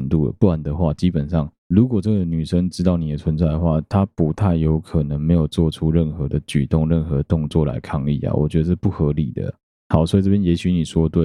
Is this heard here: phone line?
no